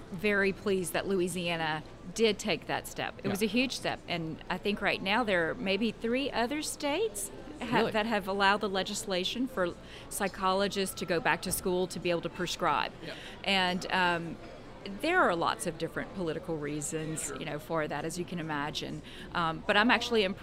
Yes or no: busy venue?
yes